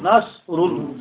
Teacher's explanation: را پر پیش آ گیا را لام پیش رول نصر اللہ تو اللہ کے لام سے پہلے اگر پیش آ جائے زبر آئے تو اللہ کا لام پور پڑا جاتا ہے منہ بھر جاتا ہے آواز سے آواز اوپر کو اٹھتی ہے یہ قاعدہ ہے زبر اگر آئے تب بھی پور اور اگر